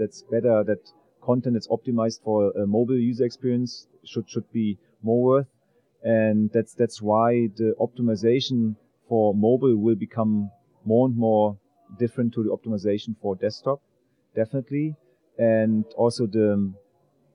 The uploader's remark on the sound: In this podcast recorded at Pubcon Las Vegas 2014.